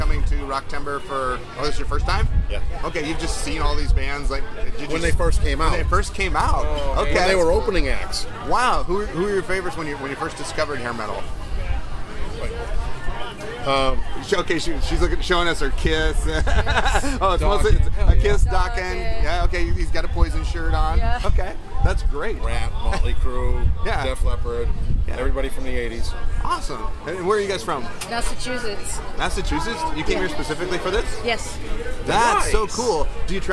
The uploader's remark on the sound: Record live from the 10th annual Rocktemberfest in Hinckley, Minnesota! They chat with concert goers.